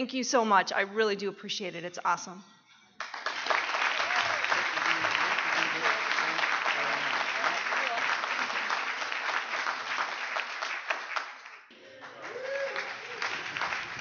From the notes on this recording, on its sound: 2017 NAATP Awards Banquet. This is the Leadership Awards Banquet.